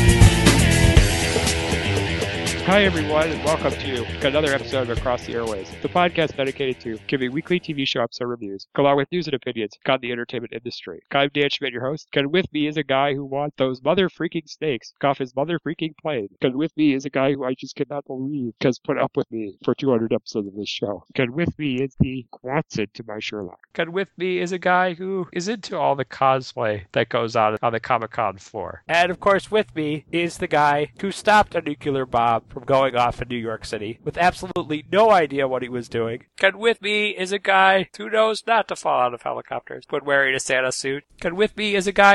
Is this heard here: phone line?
yes